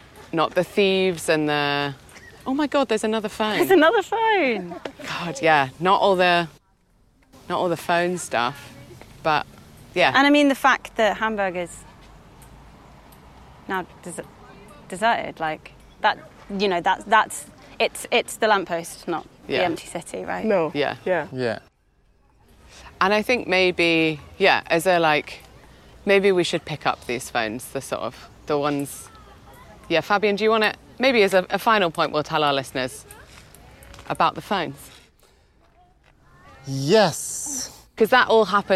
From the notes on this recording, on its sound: This episode is about the show F, an interactive audio-walk/scavanger hunt, and it was recorded on site at Kampnagel in Hamburg.